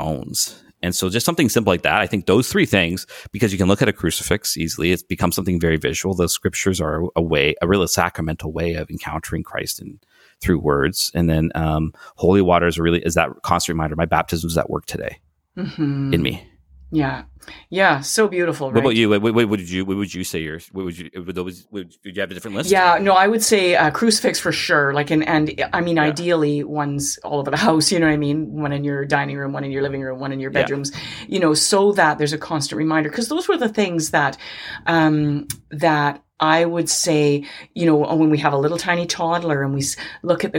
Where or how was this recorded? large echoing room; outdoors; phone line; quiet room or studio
quiet room or studio